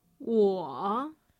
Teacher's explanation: the thing to note here is the dipping sound of that tone · Term: third tone